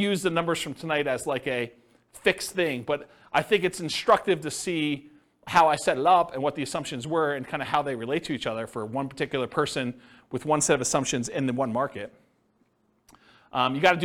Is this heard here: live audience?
yes